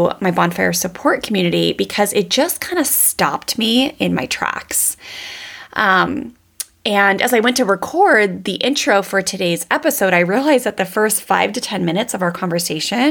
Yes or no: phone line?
no